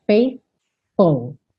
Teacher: Aqui não tem jeito mesmo, tem que ter uma paciênciazinha para treinar. Ir do th, que é a linguinha lá nos dentes da frente, pro F.